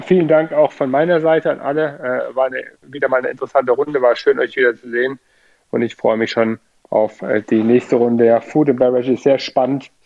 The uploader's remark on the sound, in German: Clubhouse Sendung - Liveaufnahme. In dieser spontanter Aufnahme wurde die Live-Diskussion in der Clubhouse Sendung "ChinaClub" am 30.